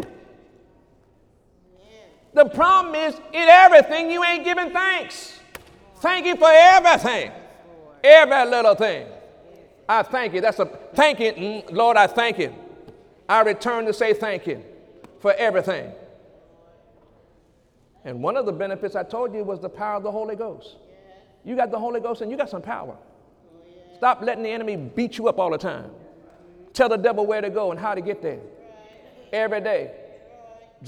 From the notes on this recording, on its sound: During Sunday morning service